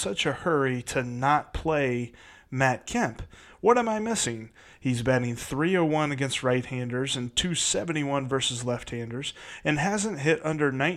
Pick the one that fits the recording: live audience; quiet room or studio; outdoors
quiet room or studio